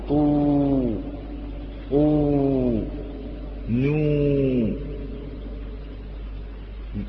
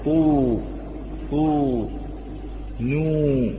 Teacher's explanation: أما الواو قالوا بتعرض الهواء وانضمام الشفتين دون اتصالهما، الهواء لا يصعد إلى الأعلى في الواو، وإنما نقول طو طو نو.